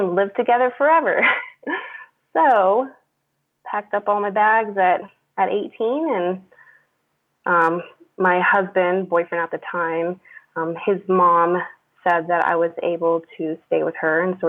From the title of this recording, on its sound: Freedomain Call